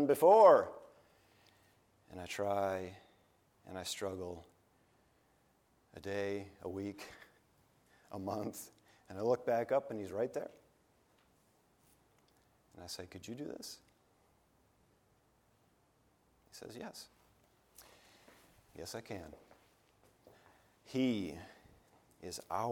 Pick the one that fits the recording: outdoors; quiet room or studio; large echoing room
large echoing room